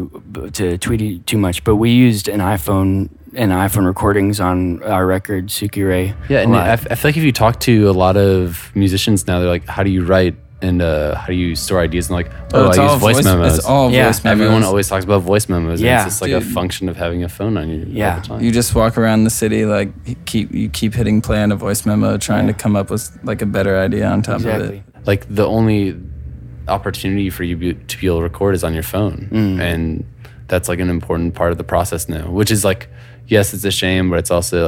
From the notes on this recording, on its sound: Backstage at Pitchfork Music Festival.